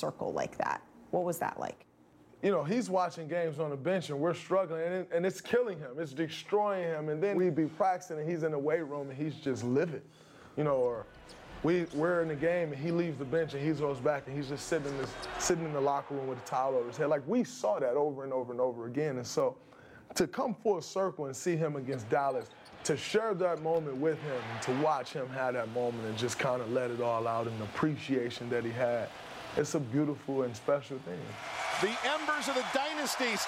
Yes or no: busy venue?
yes